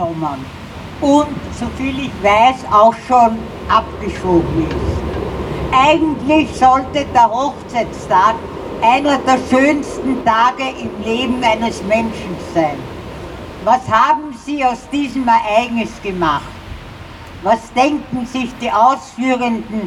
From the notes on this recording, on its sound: O-Ton Kundgebung „Bleiberecht für alle“. In Wien.